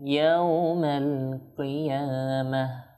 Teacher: যখন আমরা গোলতাতে ওয়াকফ করব তখন সেটা হা হয়ে যাবে, কিয়ামাহ ওয়াকফ করলাম সেজন্য হা করলাম।